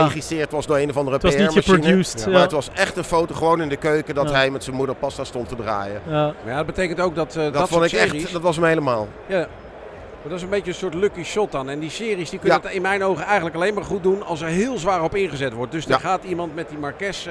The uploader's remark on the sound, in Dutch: werd tijdens de MotorBeurs Utrecht opgenomen op de stand van het TT-Circuit